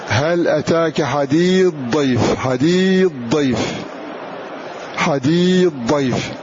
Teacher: إضغام الثاء في الضاد كذلك إضغاما كليا